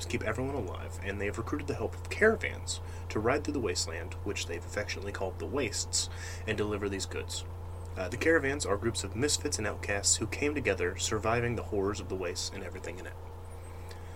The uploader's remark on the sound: I am very sorry about the background noise, my PC fans are very loud and I am working towards a replacement/better mic.